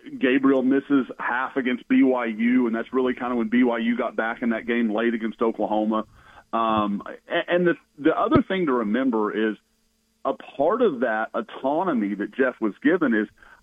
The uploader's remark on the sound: joins the show on the Farm Bureau guest line